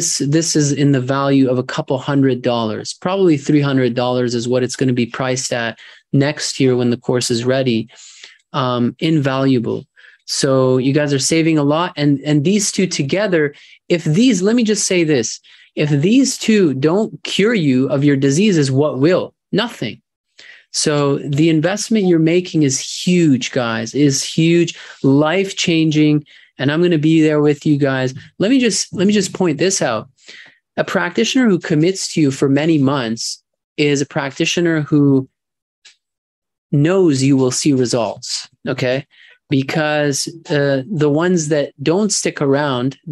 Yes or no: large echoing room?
no